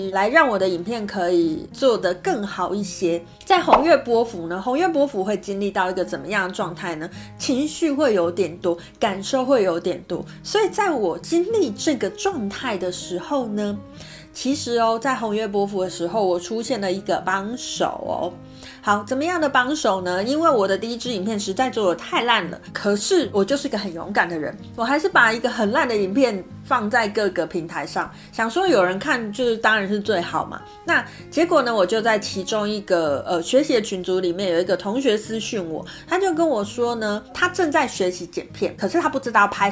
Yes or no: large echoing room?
no